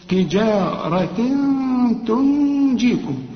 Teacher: تجارة، شوف تجارة تنجيكم، هنا تنوين وبعده التاء، والتاء من حروف الإخفاء، هنا محتاجة غنة. وكذلك النون بعدها الجيم، هنا عايزة غنة برضو، خد بالك.